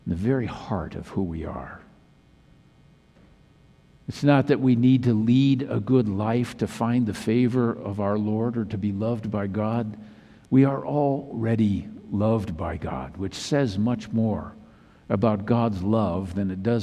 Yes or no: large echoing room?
yes